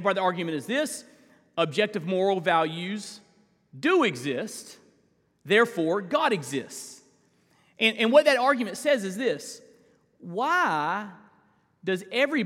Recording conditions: large echoing room